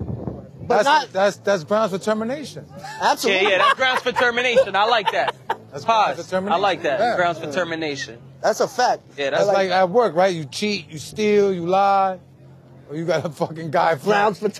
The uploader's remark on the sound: Live from the Coney Island boardwalk. Right after jumping in the freezing beaches of Coney for the annual Coney Island Polar Bear Club.